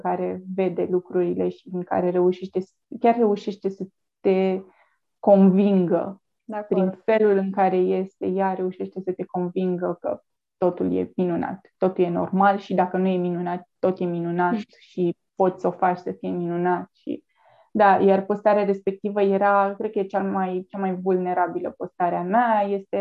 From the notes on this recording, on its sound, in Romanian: Înregistrările sunt realizate pe Zoom, ne cerem scuze pentru posibilele întreruperi.